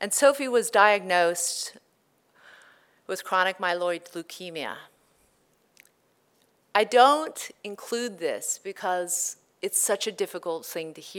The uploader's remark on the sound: In this live presentation